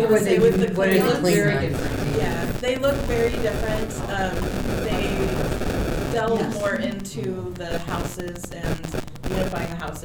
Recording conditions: background noise